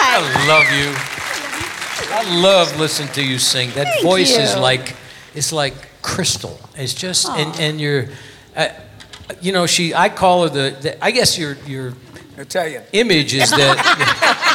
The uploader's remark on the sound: Live at the SouthPoint Casino